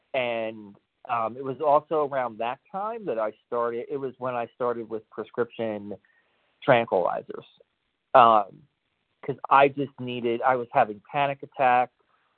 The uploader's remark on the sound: 100 Pounders Phone Meeting